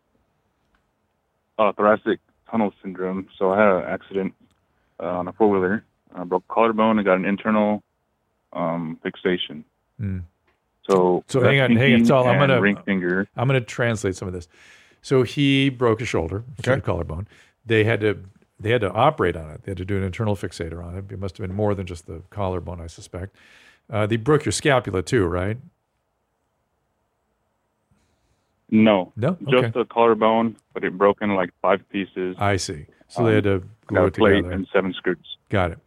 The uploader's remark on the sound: this week's live calls